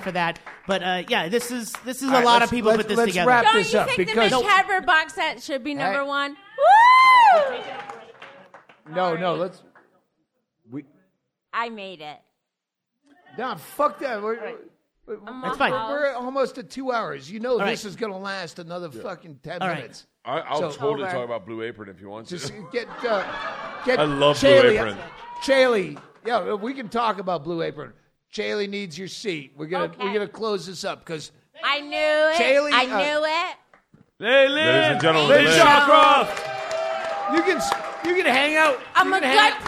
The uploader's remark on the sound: Live from Bisbee, AZ. Hang out on stage at The Royale Theater.